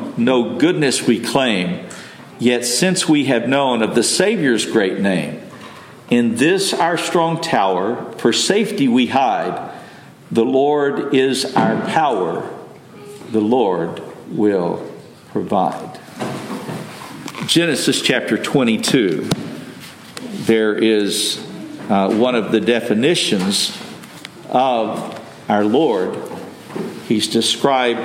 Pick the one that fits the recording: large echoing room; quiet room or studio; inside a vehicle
large echoing room